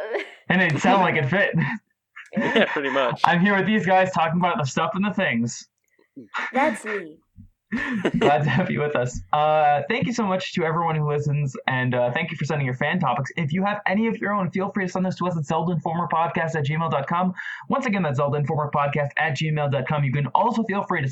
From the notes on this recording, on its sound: Note: My audio gets significantly better after 15 minutes. (Microphone issues).